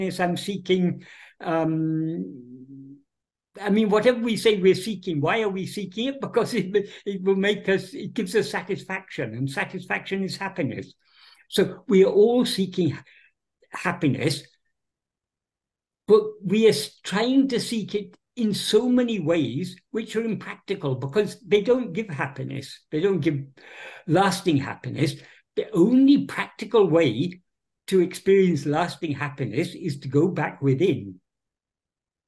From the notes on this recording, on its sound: In a Zoom meeting.